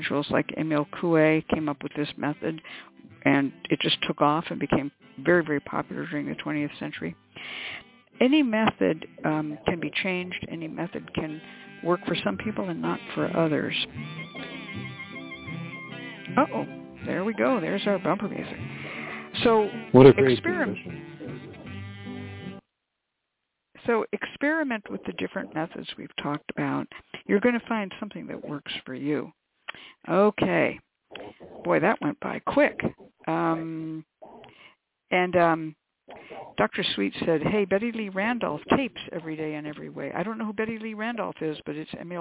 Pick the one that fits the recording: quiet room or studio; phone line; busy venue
phone line